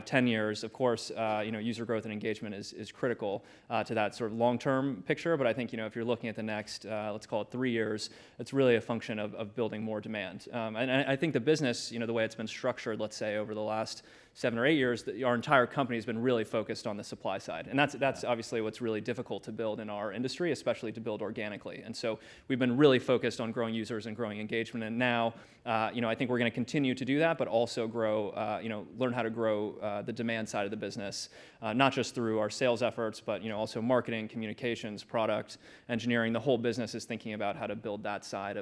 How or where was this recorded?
busy venue